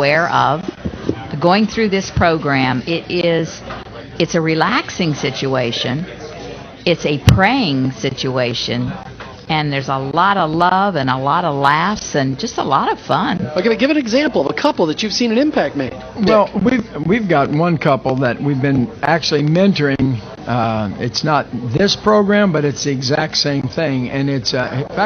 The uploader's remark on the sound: In front of a live audience.